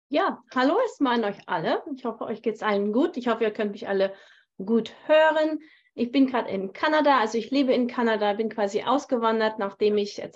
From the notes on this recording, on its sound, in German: auf Basis eines aufgezeichneten live Zoom Call